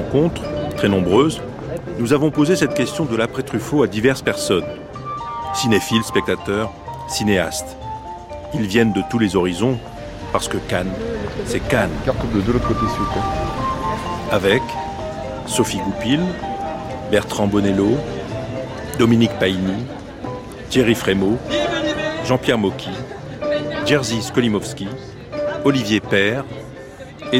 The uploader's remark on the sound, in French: Promenade sur la Croisette, à Cannes, lors du festival de 2008.